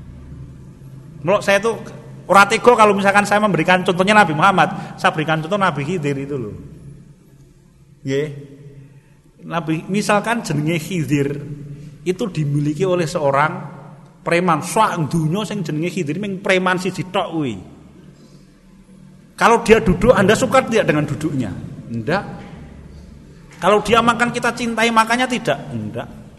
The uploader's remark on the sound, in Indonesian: Rekaman Kajian Majelis Pengajian Islam Ihyaa'ul Quluub. Di Masjid Al Aman Sidoarum Godean Sleman rutin setiap hari Sabtu selepas sholat Isya. Yang diselenggarakan oleh FKAM Yogyakarta dan Takmir Masjid Al Aman.